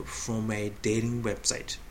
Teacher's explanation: 単語の途中の t は同じ系列の有声音の do になるんですよね。でこの do という音は日本人にはラ行に聞こえる。